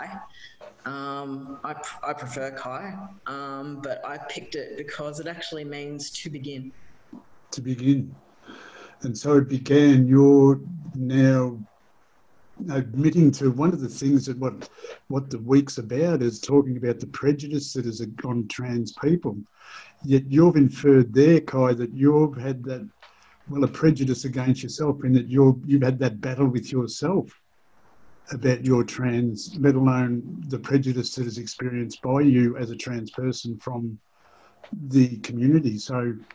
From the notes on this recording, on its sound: Today we are having a couple of back-to-back chats, via Zoom.